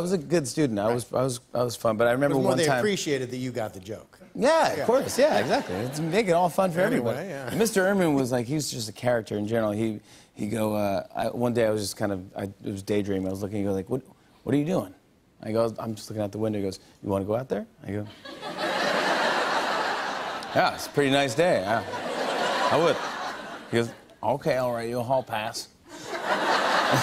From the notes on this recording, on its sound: an Audience Full of NYC Teachers